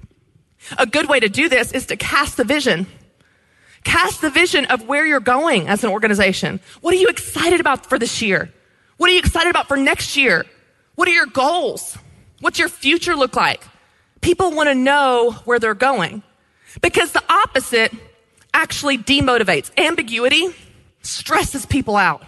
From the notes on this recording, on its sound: Live From EntreLeadership 1-Day. Over 1,000 small-business owners and leaders from around the country joined us in Grand Rapids, Michigan.